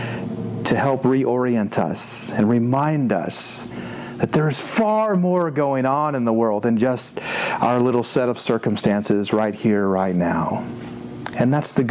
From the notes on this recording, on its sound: This version was preached at Westminster Presbyterian Church in Greenville, Texas on 26 March 2017.